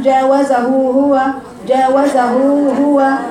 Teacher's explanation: هو ازاي نجيب الايه دي في سوره البقره يا بنات ازاي اتم الضمه الاولى واجيب هو بالضمه الثانيه · Term: اتمام الحركه